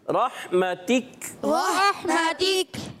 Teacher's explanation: را پر زبر ہے را پور ہو جائے گا اور ہا کی ادائیگی کلیئر کرنی ہے اور تا باریک